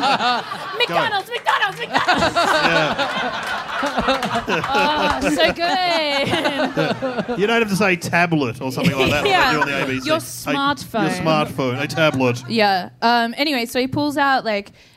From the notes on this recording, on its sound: Recorded LIVE at the European Bier Cafe on June 18, 2017.